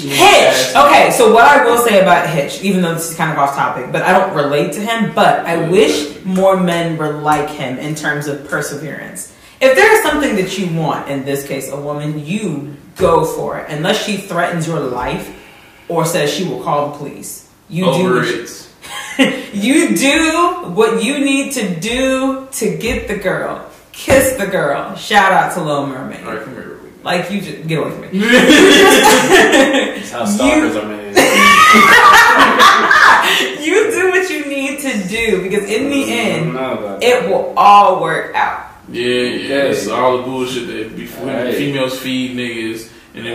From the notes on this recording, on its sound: Sorry about the audio